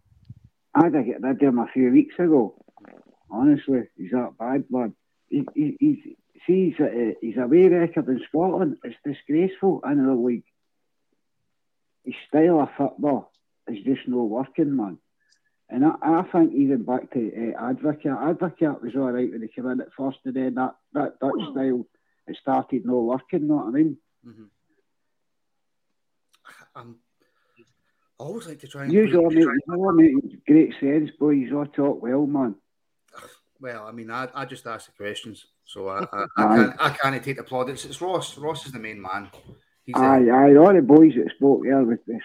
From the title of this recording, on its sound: Rabble Phone